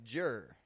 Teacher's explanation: Words ending in D can blend with the word your, like jer. · Term: blending